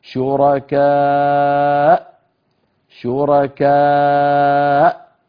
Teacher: فنقفل الوترين الصوتيين بقوة حتى وينقفلان تماما، بانقفالهما تخرج الهمزة الساكنة